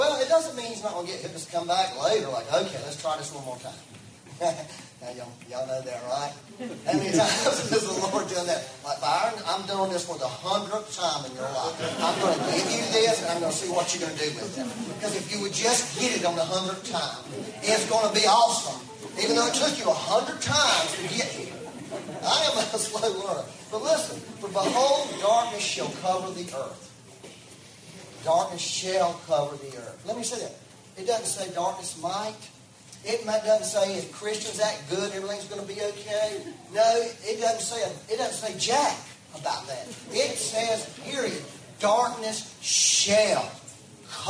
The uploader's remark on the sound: We had some technical difficulties and had to use the live stream for back up audio. Please excuse the low sound quality.